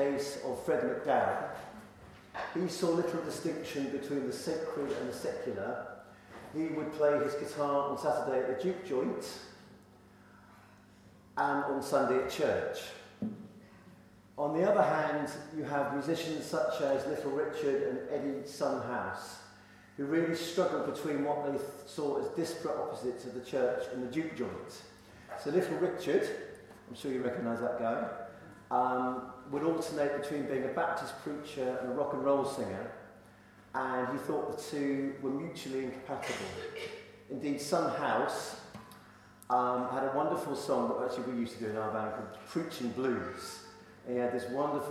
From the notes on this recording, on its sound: Gospel Blues service at Holy Trinity, Headington Quarry.